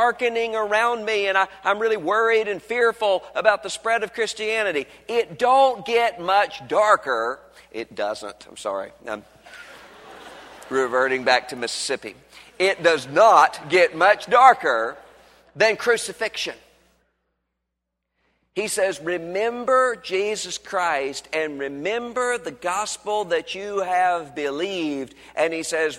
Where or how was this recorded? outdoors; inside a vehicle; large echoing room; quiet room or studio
large echoing room